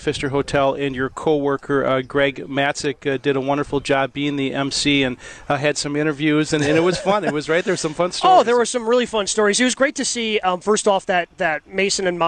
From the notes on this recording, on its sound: live at the Vince Lombardi Golf Outing